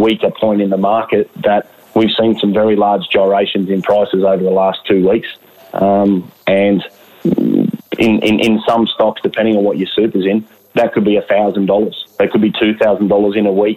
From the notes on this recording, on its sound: Via telephone given the ongoing social distancing requirements that have come into play.